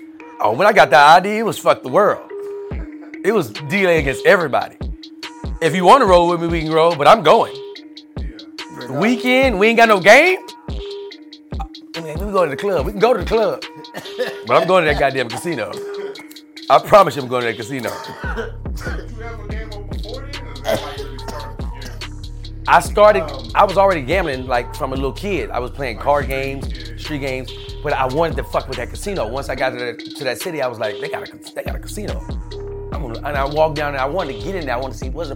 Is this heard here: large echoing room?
no